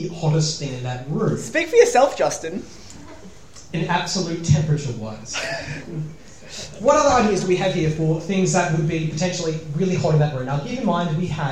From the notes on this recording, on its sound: Live in front of an audience at YSA Melbourne's Open Day.